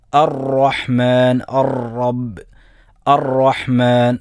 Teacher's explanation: അതുപോലെ റോയിൻ്റെ മാത്രം ഉള്ള സിഫത്താണ് തക്രീർ. റോ പിടക്കുക, ആവർത്തിക്കുക.